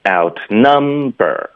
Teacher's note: 因为它是一个动词，所以它的 num 才是重音